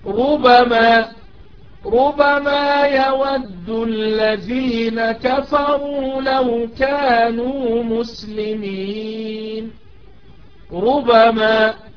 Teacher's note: بل هي بالباء المفتوحة المخففة، ليست مشددة، ربما ربما، ليست ربما، ليست ربما.